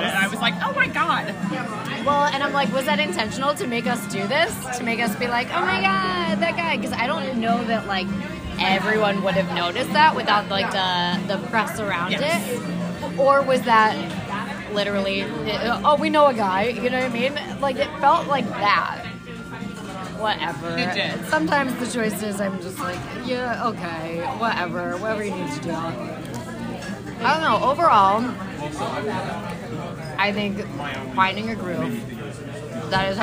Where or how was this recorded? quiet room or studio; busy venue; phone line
busy venue